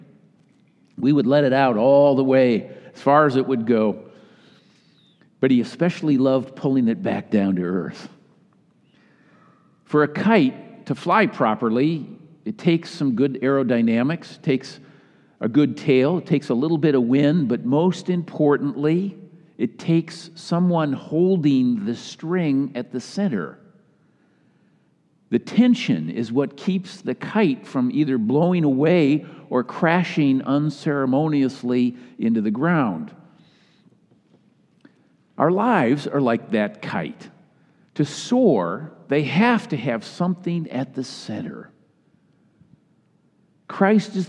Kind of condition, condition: setting, live audience